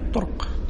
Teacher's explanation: فلأجل ضرورة الشعر الوزن فخفف بحيث أسكن الراء